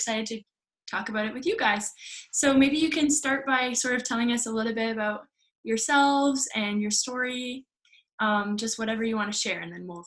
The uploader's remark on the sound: First Zoom interview was more than a success!